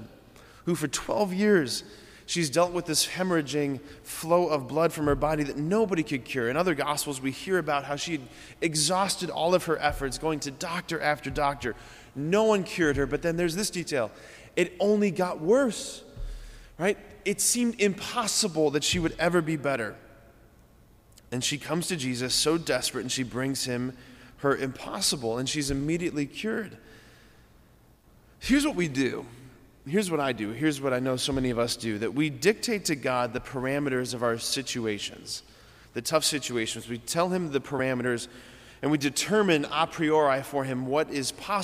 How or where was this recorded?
large echoing room